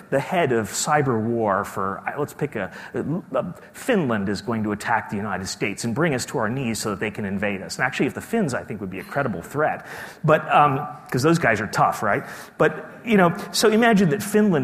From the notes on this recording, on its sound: keynote speech from day two of the conference